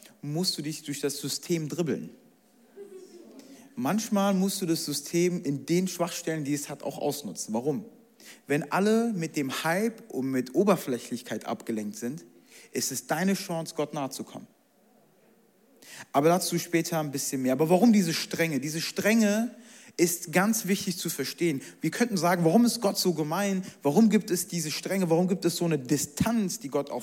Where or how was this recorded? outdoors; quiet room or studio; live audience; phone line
live audience